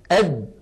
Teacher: تجد بأن الصوت قد انغلق تماما